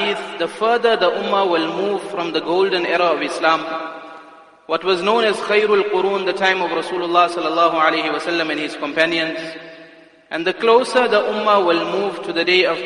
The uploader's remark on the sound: Jumuah Lecture at Masjidus Salaam, Musgrave